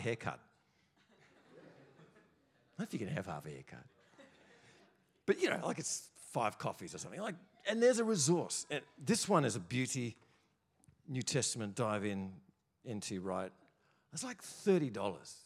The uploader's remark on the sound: first preached in C3 Bathurst on 21 January 2024